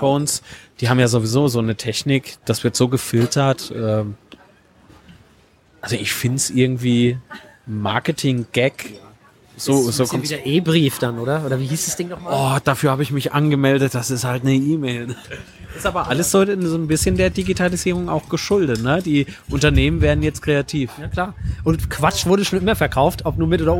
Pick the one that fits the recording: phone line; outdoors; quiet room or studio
outdoors